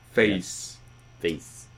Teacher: I was moving more monophthongally, but I was also raising that second element